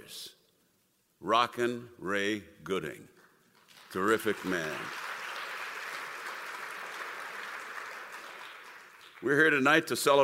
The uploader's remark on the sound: As heard on April 9, 2022 at CPCC's Halton Theater. This is WBT's 100th Anniversary Celebration.